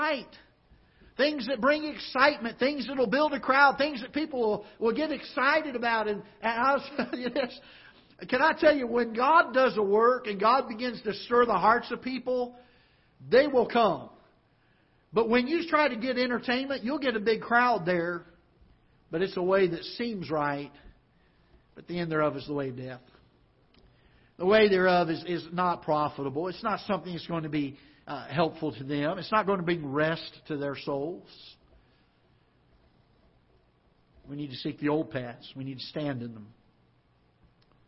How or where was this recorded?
large echoing room